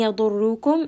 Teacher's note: ra and ضاد are both heavy letters. So both of these are going to be heavy.